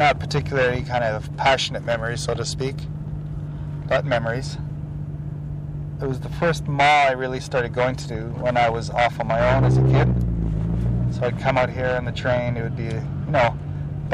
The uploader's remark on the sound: Talking in a Skyline. Driving around the airport.